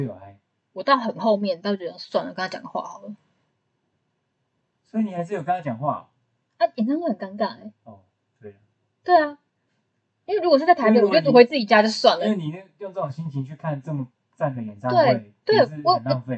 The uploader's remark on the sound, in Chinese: 音質很差，建議戴耳機收聽。